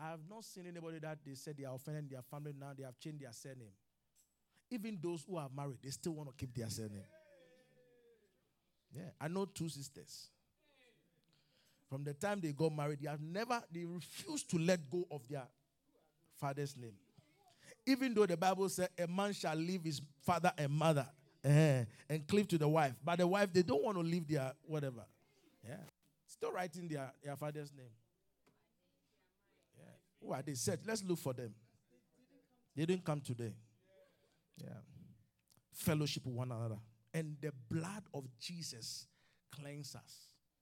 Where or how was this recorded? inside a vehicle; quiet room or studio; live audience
live audience